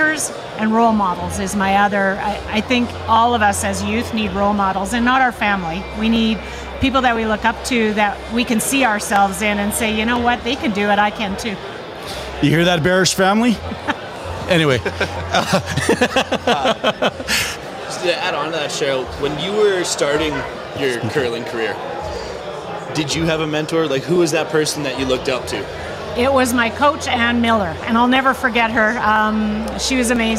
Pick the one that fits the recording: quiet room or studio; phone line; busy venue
busy venue